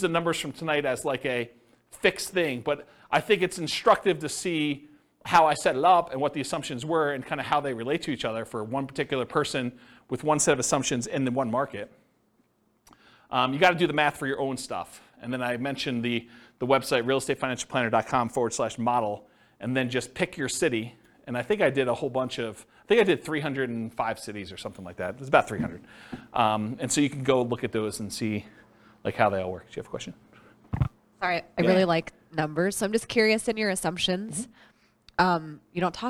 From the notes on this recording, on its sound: Thornton, Colorado. This was a live class recorded. The live in-person version.